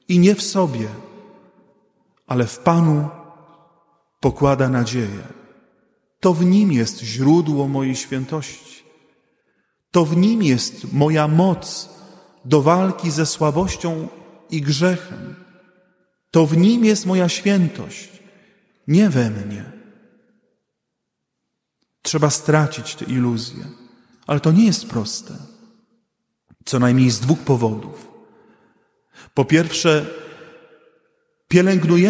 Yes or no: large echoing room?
yes